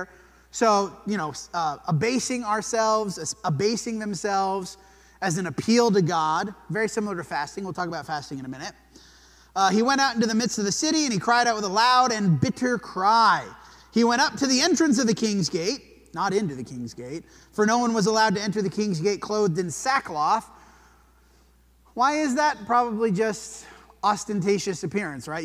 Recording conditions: large echoing room